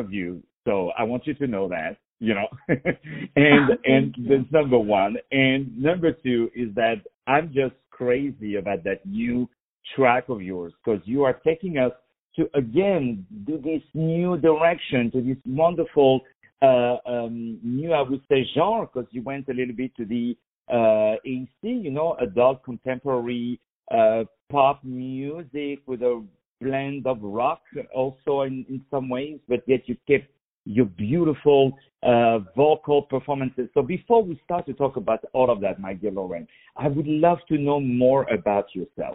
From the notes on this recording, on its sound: On the phone